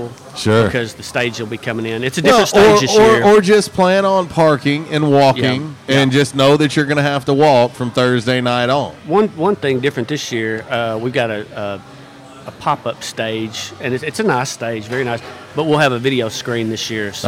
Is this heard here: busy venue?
yes